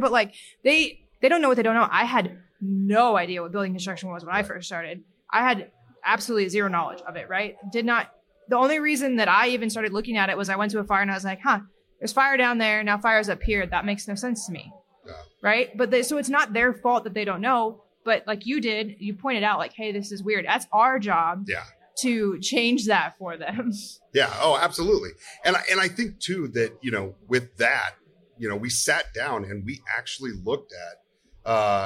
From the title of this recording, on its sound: Live at FDIC